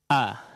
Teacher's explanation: Di awal pengucapan huruf hamzah ada apa penahanan aliran suara.